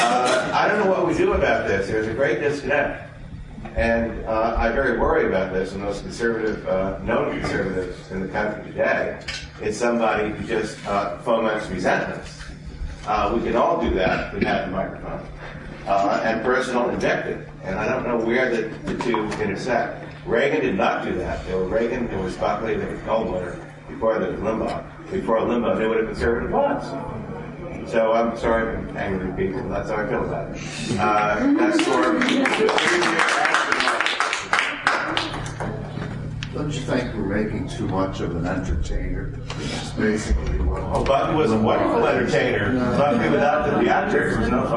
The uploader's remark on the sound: A panel discussion recorded at the Conservative Political Action Conference, Washington DC., on 2/28/2009.